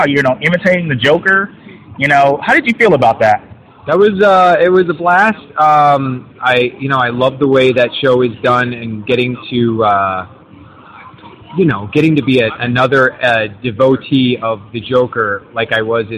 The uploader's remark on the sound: This episode was recorded at Planet Comic Con in Kansas City, MO, April 28, 2017, day 1.